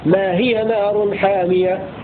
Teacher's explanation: هكذا يقرأ حمزة بحذف الهاء وصلا، وإذا وقف يقول ما هي بإثباتها.